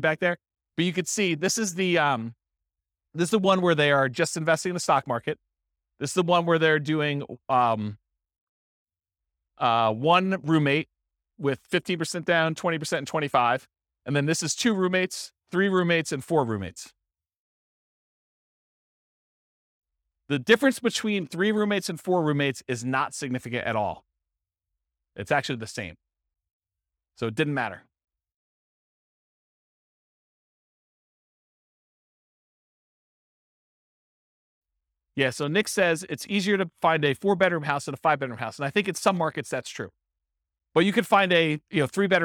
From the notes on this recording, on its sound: This was a live class recorded